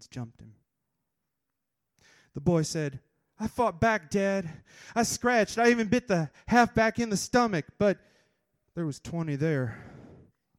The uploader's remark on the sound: The Kzoo Slam held its tournament to determine which four poets would represent Kalamazoo at the National Poetry Slam. This is the open-mic portion of the first round of semi-finals.